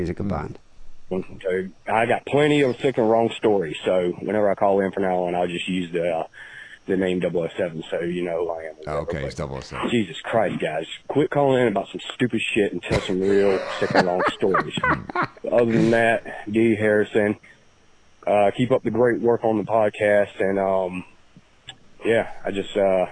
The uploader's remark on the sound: Phone calls.